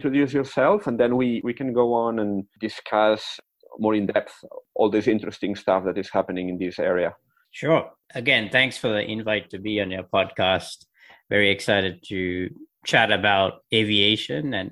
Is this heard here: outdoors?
no